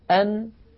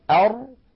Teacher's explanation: يعني لو كان هذا سقف الحلق وهذا اللسان، أن هنا أر تكون أعمق إلى الداخل قليلا، أن أر، أن أر، فالراء أعمق قليلا إلى الداخل · Shown in: second take · لكن هنا يا إخوة لما نقول أر، نعم يصطدم طرف اللسان مع ما يحاذيه من الحنك الأعلى، لكن يبقى هنا في الوسط يبقى فرجة بسيطة، فتحة بسيطة، لأن اللسان مقعر هكذا، اللسان مقعر هكذا.